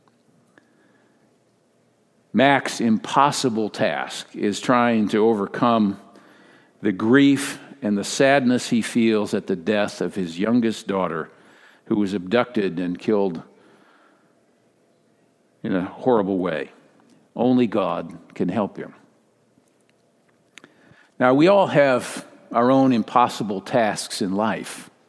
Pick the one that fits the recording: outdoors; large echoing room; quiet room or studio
large echoing room